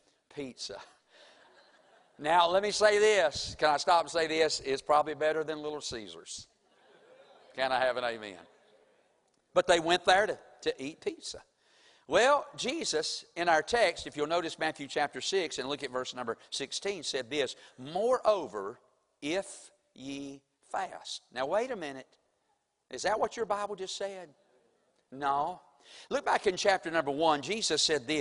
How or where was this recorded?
large echoing room